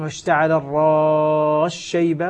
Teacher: وأيضا السين مع الشين واشتعل الشيبة، وهذا طبعا يصدق عليه ما قلناه قبل قليل أننا لنا في حرف المد القصر أو التوسط أو الإشباع الذي حصل هنا بسبب الإدغام، لأن السين أدغمت في الشين فأصبحت السين مع الشين شينا مشددة، والسين قد أدغمت بالكلية إدغاما كاملا فيها.